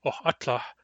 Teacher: But when I say Ohatla, it's me, Ohatla, there the stem is Ohatl, which ends in a lambda, which is neither a vowel nor a nasal, therefore the M of the ending is not pronounced.